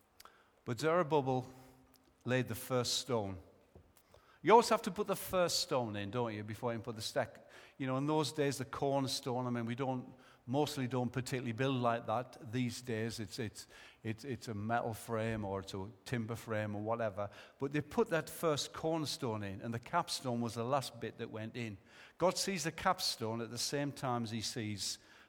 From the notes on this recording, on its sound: Recorded live at Life Church on Sunday 11th January 2015.